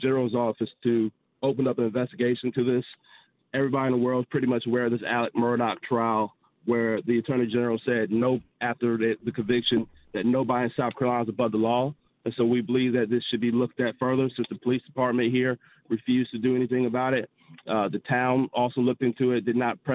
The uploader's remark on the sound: Attorney for 9th Grader in South Carolina Calls In To Discuss Case. Called into the Madison show and gives some more details about the case.